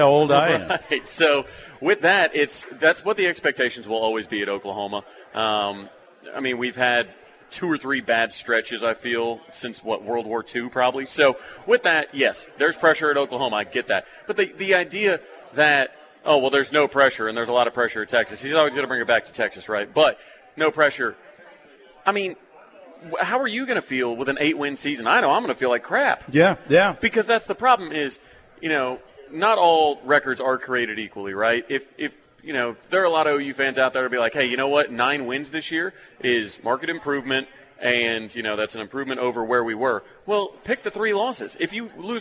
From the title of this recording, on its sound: LIVE FROM BWW IN EDMOND FOR GRIDIRON GIVEAWAY